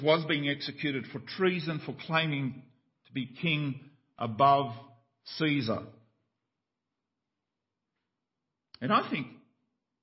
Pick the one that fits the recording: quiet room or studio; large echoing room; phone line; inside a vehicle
large echoing room